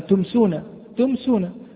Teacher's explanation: لأن الميم تخرج من الشفة، ولا نقول جميع حروف الإظهار تخرج من الشفة طبعا، يعني إذا قلنا مثلا تمسونا، تمسونا، فالميم كانت واضحة، فظهرت الميم واضحة من الشفتين من مخرجها المحقق · Term: الإظهار الشفوي